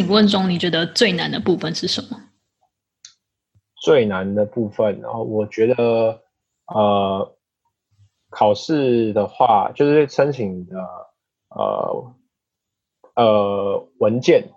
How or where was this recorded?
video call